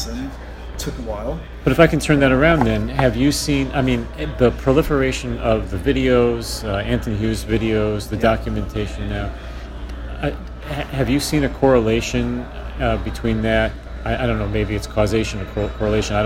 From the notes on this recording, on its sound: Apologies for the background noise — NAMM is not a quiet place!